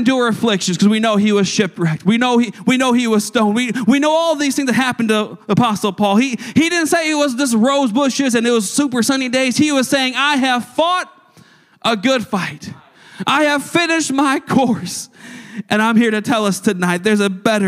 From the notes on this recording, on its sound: a service recording from Connect Point UPC